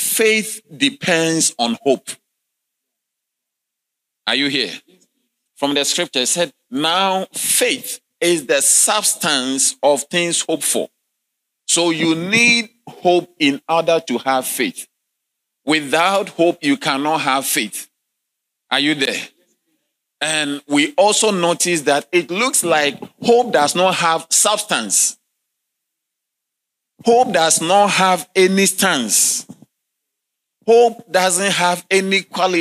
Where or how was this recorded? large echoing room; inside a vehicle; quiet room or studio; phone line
large echoing room